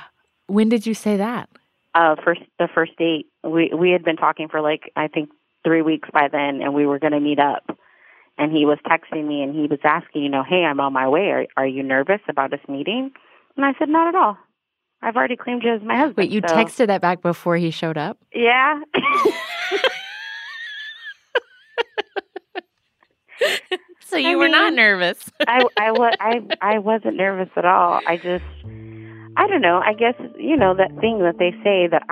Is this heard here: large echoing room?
no